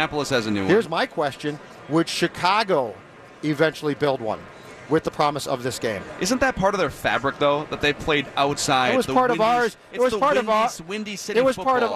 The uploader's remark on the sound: live from Radio Row all week